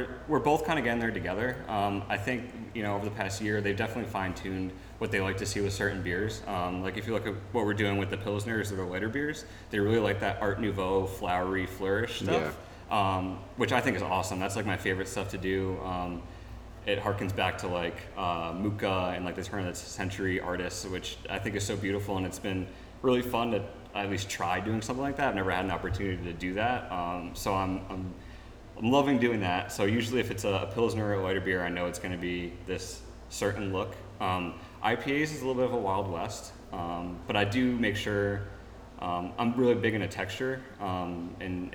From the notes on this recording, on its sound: We recorded this episode live in 3D at Counter Weight Brewing Co. In Hamden, CT.